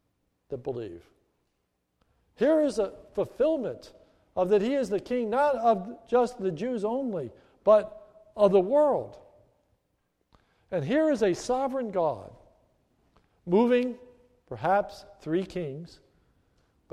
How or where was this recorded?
large echoing room